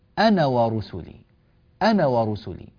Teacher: الزيرو الإنجليزي هذا الشكل الطويل إذا وضع فوق الألف فهذا معناه أن هذه الألف تثبت وقفا وتحذف وصلا، ولذلك عندما نقرأها لا نقول كتب الله لأغلبن أنا ورسلي، أنا ورسلي، لا، لا نفعل ذلك، بل نقول أنا ورسلي، أنا ورسلي، لكن لو وقفنا عليها نقول لأغلبن أنا، فنقف بالألف. · Term: الصفر المستطيل